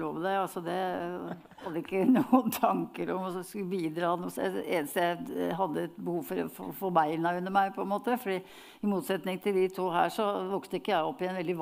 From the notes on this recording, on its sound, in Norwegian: panelsamtalen som ble arrangert på Litteraturhuset i Oslo